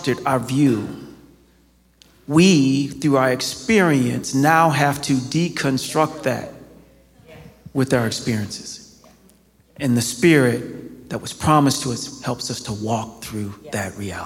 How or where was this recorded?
live audience